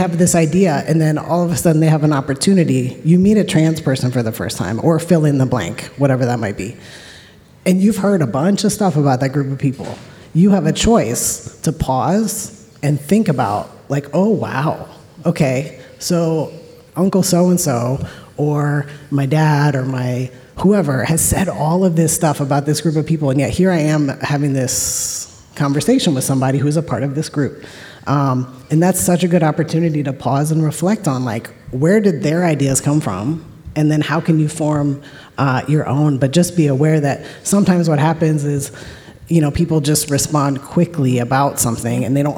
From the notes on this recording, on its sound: For the podcast's very first live show! Recorded before an audience of 1,200 incoming students at Southern Connecticut State University in New Haven. Plus, we take live questions from our engaged audience!